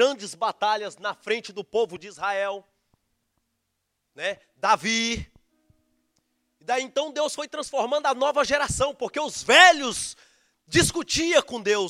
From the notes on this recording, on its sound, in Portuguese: Gravado no nosso culto de jovens, Gerados Night.